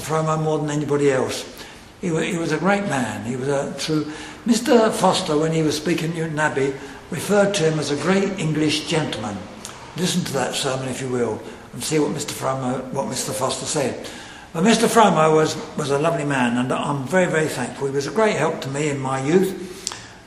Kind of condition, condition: setting, large echoing room